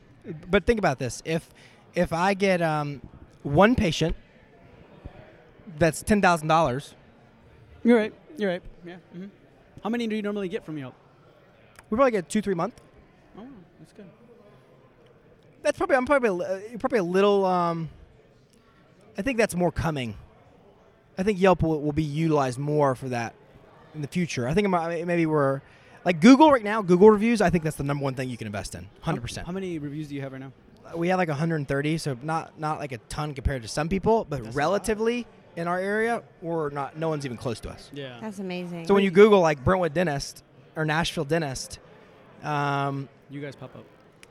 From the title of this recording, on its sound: LIVE at Voices Of Dentistry